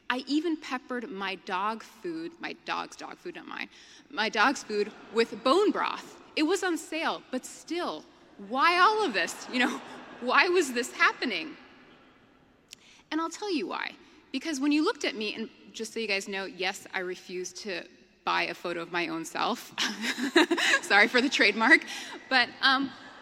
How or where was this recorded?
live audience